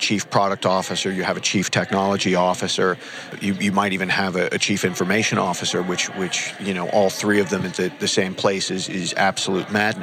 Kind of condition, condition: setting, busy venue